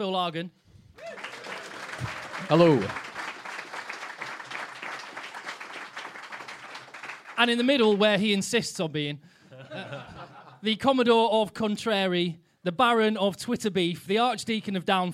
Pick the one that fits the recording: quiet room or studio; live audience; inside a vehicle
live audience